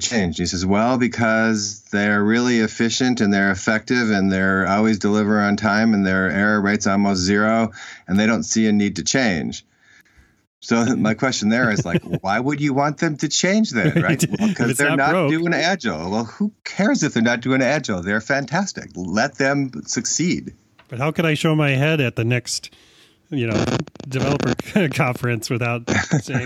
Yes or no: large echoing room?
no